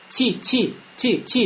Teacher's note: «Тэ» как «ц». Появляется шипение даже во время огласовки, когда дальше идет гласная буква.